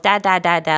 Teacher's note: their tongue moves up and forward right there at the alveolar ridge, which is where you put your tongue when you produce a D sound. So of course they're going to say dad, dad, but it's because they're used to putting their tongue there.